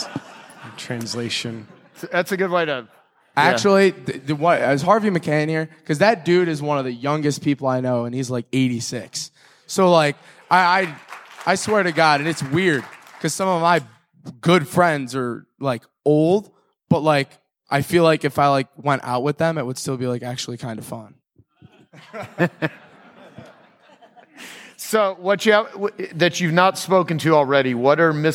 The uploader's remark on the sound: At the 2018 Genius Network Annual Event